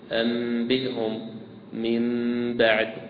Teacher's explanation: شفتين كما هما، يعني هناك تلامس يعني يسير بين الشفتين